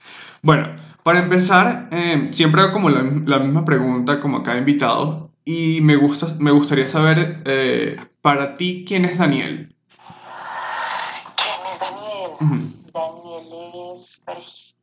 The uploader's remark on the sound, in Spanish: pido disculpas por la calidad del audio